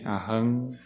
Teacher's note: O primeiro A-H-A-M, com o M tem um ponto embaixo, que significa, o M tem um som de, como se fosse NG